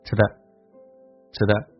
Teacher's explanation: 所以这两个单词连在一起，嘴唇都不用合起来